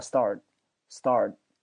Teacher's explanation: 我只是舌头放到了那个上面，做了那样一个动作，没有把这个 t 的音发出来啊。